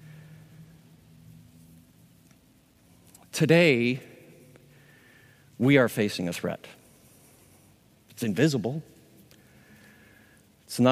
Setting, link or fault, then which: setting, live audience